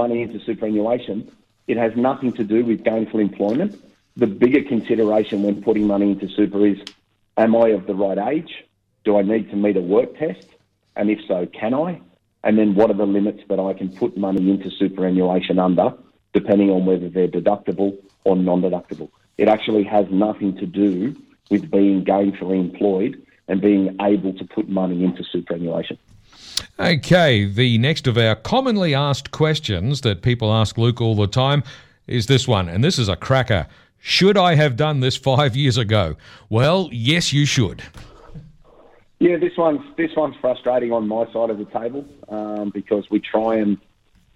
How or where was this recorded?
phone line